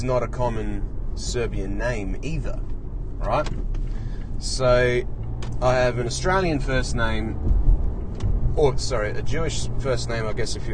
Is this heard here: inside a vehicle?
yes